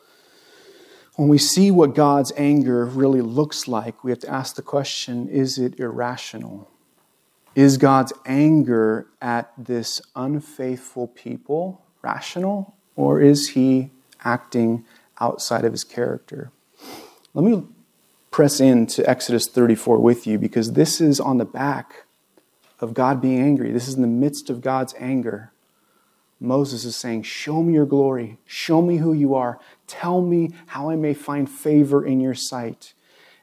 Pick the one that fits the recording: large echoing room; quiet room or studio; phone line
large echoing room